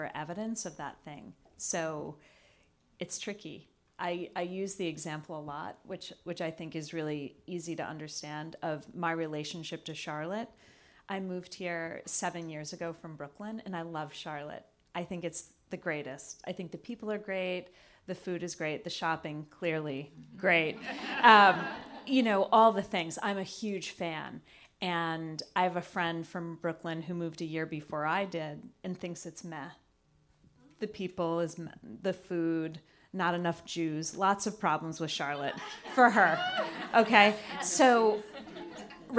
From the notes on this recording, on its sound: Live Panel. Our second episode in this series was recorded live in Capitol with a group of 50 clients and friends seeking optimum wellbeing.